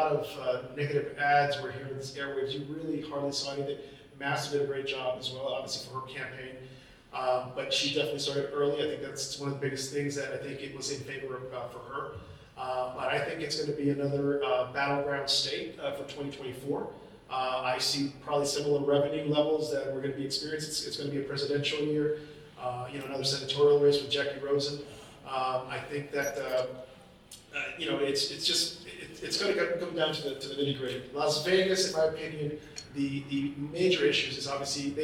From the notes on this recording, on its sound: The Latino Vote - Live from Las Vegas. The Latino Vote Podcast is live from the Campaign and Election Awards in Las Vegas, Nevada.